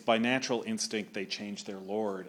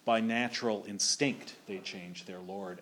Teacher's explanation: At the time, instinct was always stressed on the stinct. · Shown in: second take · So if you do it that way, it's by natural instinct they change their lord, and it's perfectly fine.